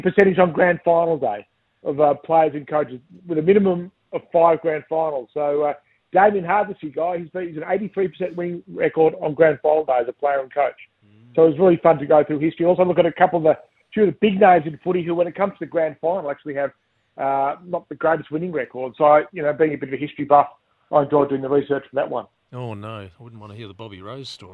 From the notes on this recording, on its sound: jumped on the line